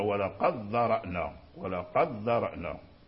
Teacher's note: وقرأ أبو الزعراء بالإدغام مع تحقيق الهمزة